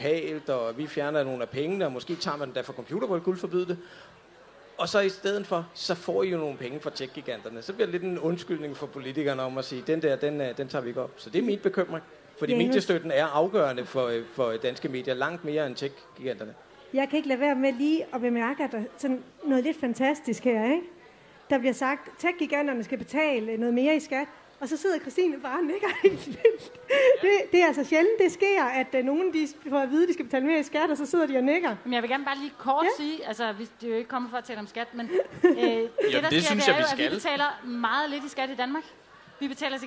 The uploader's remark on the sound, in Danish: LIVE fra Aarhus Festuge